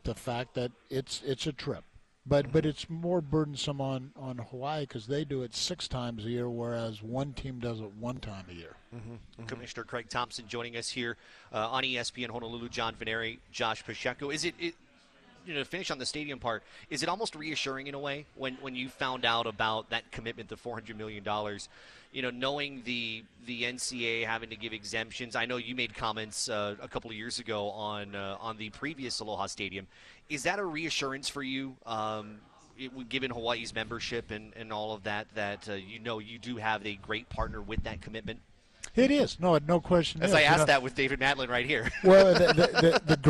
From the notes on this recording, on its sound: during the first day of the Mountain West Conference Media Day at Mandalay Bay in Las Vegas